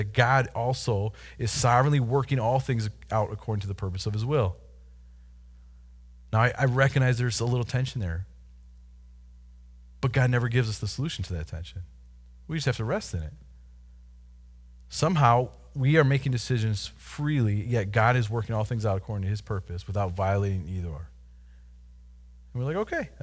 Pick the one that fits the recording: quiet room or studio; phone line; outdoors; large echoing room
large echoing room